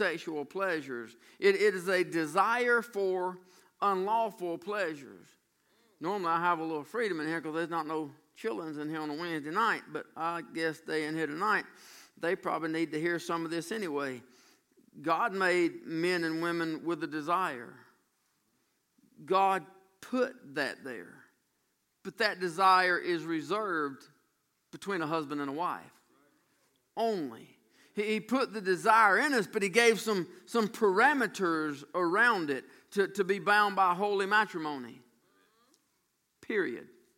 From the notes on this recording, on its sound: during the evening worship services on June 24, 2018